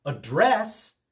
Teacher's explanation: Address with the accent on the second syllable is a verb meaning to speak to someone directly.